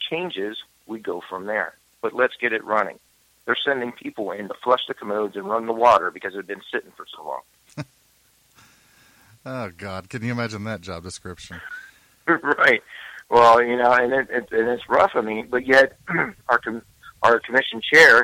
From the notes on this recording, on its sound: Candidate for Dona Ana County Commission District 5 called in to the show.